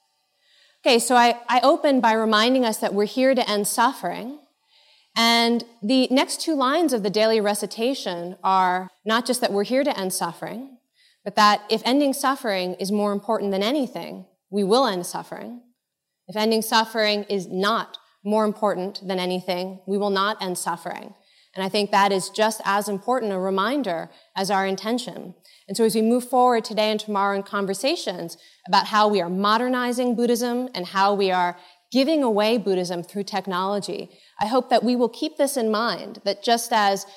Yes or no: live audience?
yes